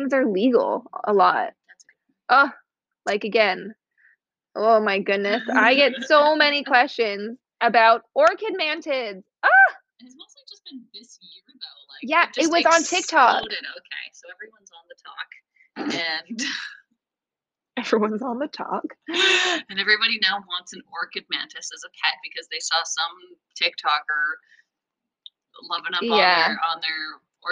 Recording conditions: poor sound quality